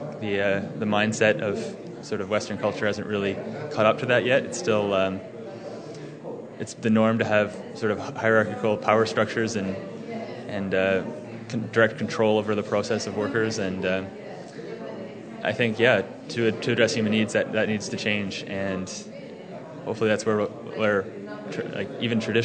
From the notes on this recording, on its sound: Live interviews with social entrepreneurs and support groups capture the enthusiasm and passion of the social enterprise scene at the extraordinary Shine conference.